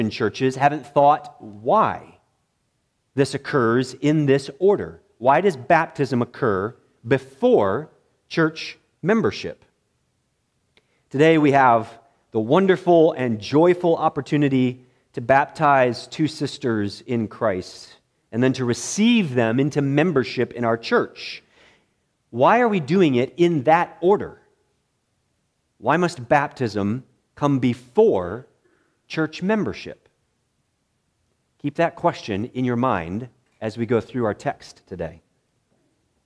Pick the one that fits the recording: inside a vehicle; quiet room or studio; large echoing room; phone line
large echoing room